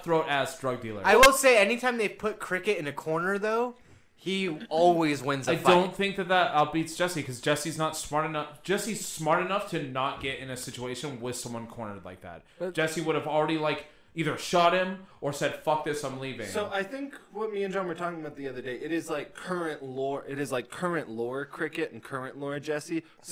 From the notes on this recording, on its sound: endless technical difficulties, echoes and peaking mics